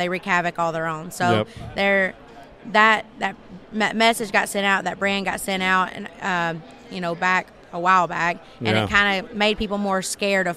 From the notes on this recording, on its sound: Live at Pheasant Fest. We put out a mic to strangers and asked some debated topics.